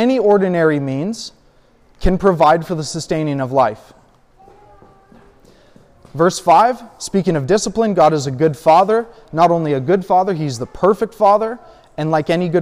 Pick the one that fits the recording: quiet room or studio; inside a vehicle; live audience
live audience